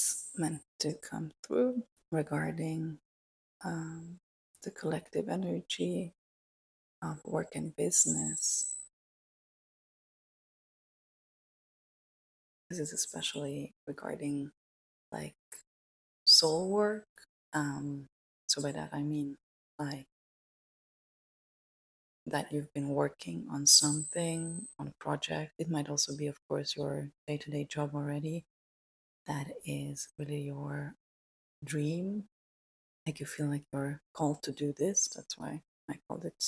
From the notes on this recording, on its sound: Excuse though the quality. Something weird was going on with the sound that I was not able to correct, no matter what I tried.